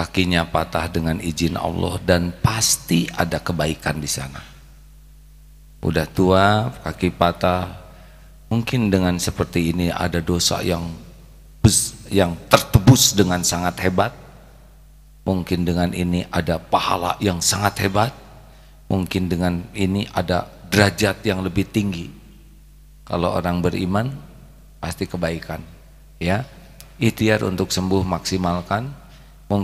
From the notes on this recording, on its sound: LIVE dari Masjid Daarut Tauhiid Bandung.